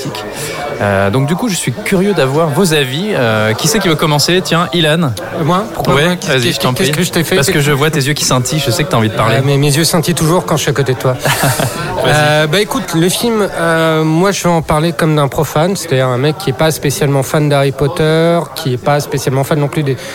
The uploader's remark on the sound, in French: Enregistré au Hurling pub (8 Rue Descartes, 75005 Paris), le vendredi 16 novembre 2018.